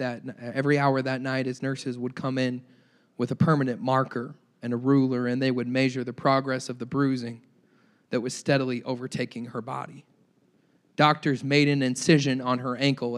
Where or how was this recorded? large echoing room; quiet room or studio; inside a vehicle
large echoing room